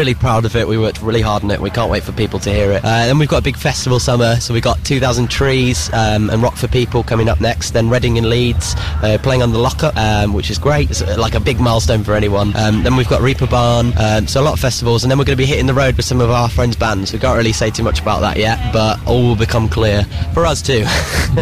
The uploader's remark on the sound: backstage at Download Festival